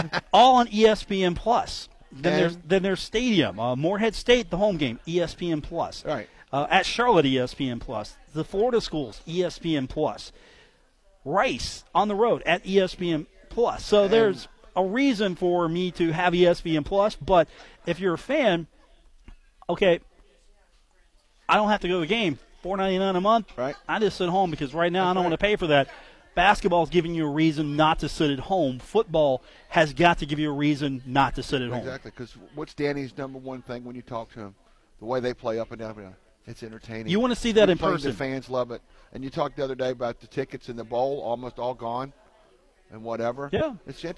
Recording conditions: busy venue